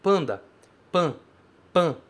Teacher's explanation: Veja que no português a gente fala panda, pelo menos eu falo assim, panda, pan, pan, parece que tem um tio ali no A, né? Panda, o A fica bem nasalizado.